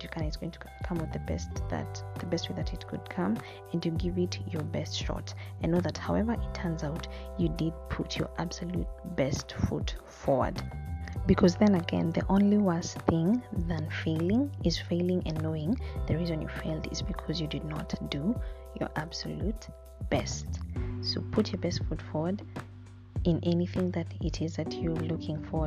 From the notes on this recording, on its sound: I apologise for the sound and any noise picked up, it'll get better I promise.